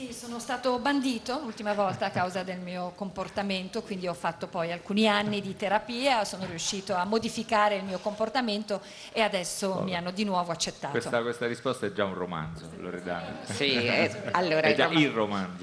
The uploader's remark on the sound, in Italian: FAHRENHEIT Festivaletteratura Mantova. In diretta da Mantova - Piazza Leon Battista Alberti - per la XXIII edizione del Festivaletteratura.